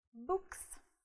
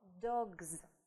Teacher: после глухих – глухо «с», после звонкой – звонко «з»